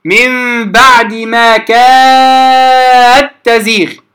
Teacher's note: دال أتى بعدها تاء فتدغم مطلقا بغير شرط حتى لو كان ما قبلها ساكن